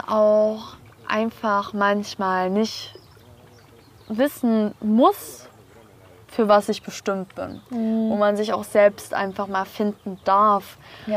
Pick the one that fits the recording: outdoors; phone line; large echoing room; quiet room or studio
outdoors